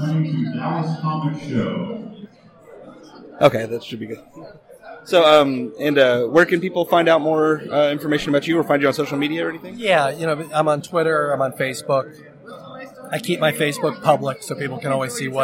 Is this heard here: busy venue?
yes